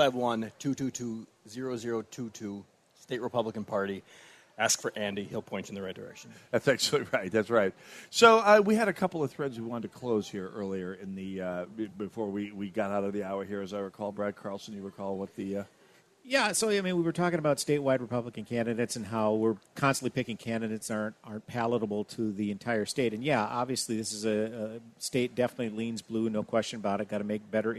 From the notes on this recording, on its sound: Live From MN State Fair.